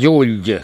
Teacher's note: kaksi tämmöistä liudentunutta palataali L ja siinä välissä yksi U